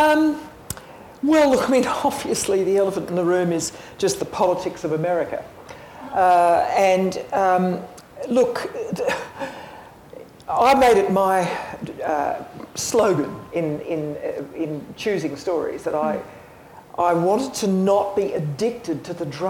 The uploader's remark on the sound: We share a recording of the panel discussion at the launch event for USSC’s new Women in the Alliance initiative.